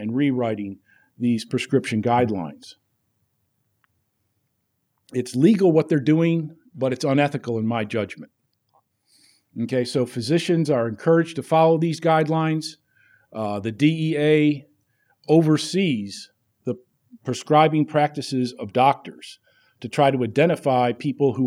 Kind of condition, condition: setting, large echoing room